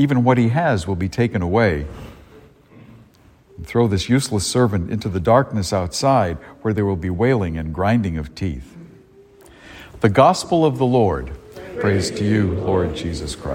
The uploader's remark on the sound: A homily delivered at Star of the Sea Church in Salisbury, Massachusetts